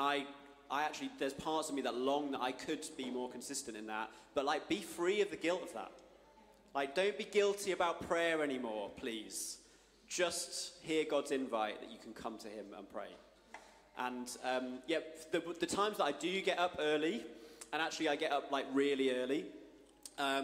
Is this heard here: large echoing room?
yes